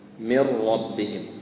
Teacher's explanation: النون الساكنة تدخل إدخالا كاملا لا يظهر لها أثر في النطق أبدا · Term: إدغام بغير غنة